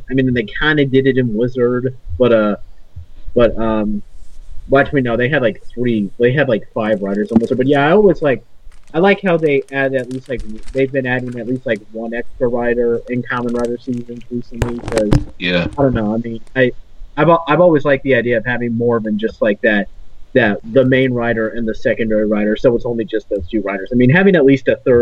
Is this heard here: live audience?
no